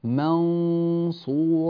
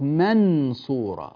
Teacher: لو قرأت بالإظهار لقلت منصورة، فلساني يقرع النون، أما هنا فذات النون تستتر، ولذلك سموا هذا الإخفاء بالإخفاء الحقيقي، يعني النون حقيقة تستتر · Shown in: first take